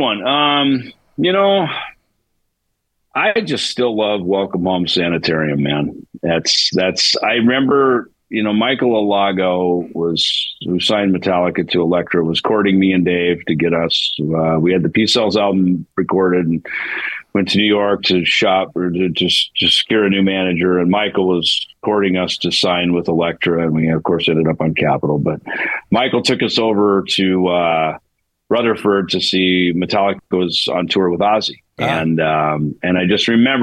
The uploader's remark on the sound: zoomed in to talk